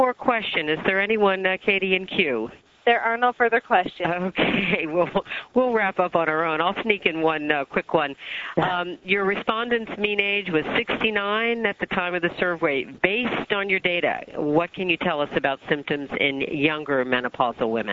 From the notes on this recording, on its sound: August 2005 Author in the Room® Teleconference